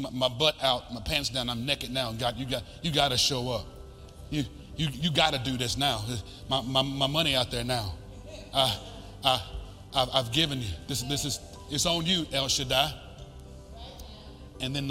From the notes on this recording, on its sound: This week is a live teaching setting from his message at the Faith Conference of FSWM